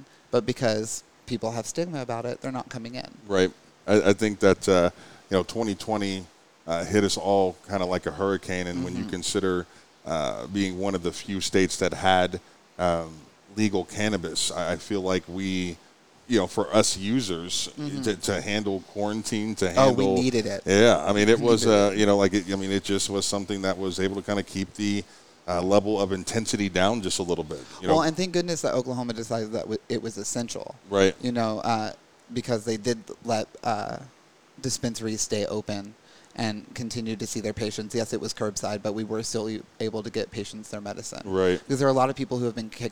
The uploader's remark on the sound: Live from IZenRx Dispensary in Okc